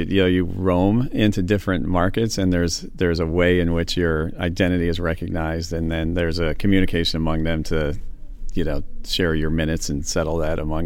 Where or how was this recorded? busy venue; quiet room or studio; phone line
busy venue